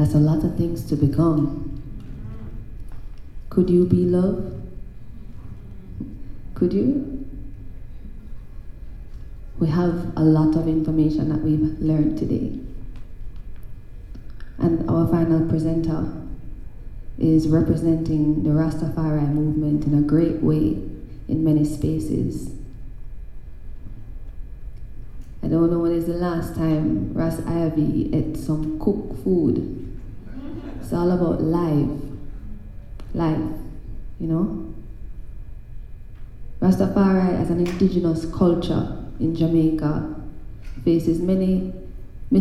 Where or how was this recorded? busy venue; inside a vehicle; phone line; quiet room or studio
busy venue